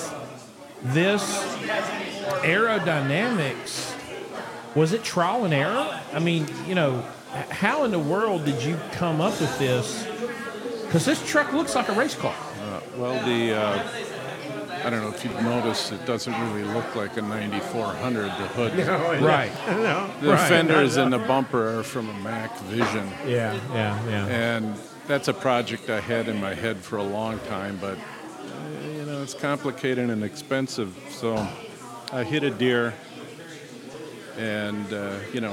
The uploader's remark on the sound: It's time again for the RESET YOUR MINDSET LIVE EVENT for 2023. We're live at the Wingate in Hurricane for the reception before the event begins.